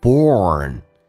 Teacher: Born 这个单词嘴巴凸出来收圆，整个舌身往回卷